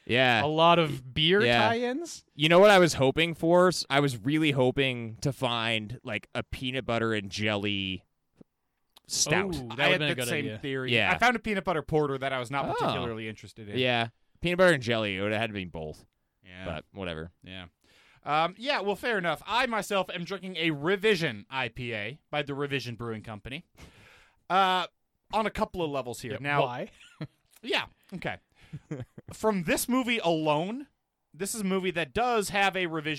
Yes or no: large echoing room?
no